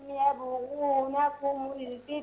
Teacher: ما أقول يابا الباء مرققة ما أقولش يابا يبغونكم يابا وقلقلها.